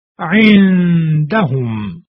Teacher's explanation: به این ترتیب که نون در حالتی بین اظهار و ادغام بدون اینکه از مخرج خود ادا شود، همراه قنه و بدون تشدید خوانده می شود. یعنی سر زبان به محل خروج نون نمی چسبد و فقط به صورت صوتی از بینی خارج می گردد و این حالت به اندازه دو حرکت امتداد می یابد و سپس حرف مابقی تلفظ می شود. · Term: اخفا